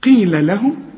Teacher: القاف في آخر درجات التفخيم، لهم ما تقولش لهم، رقق.